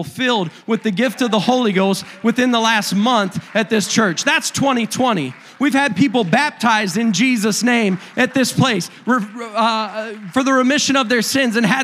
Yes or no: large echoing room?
yes